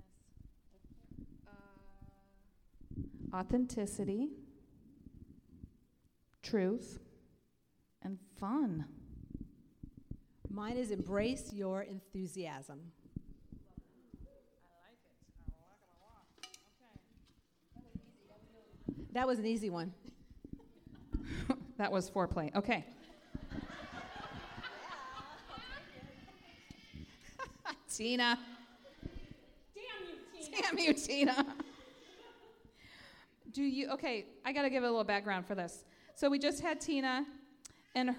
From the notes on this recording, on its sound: Hot Seat Recording from Sasstastic Live! This special live episode.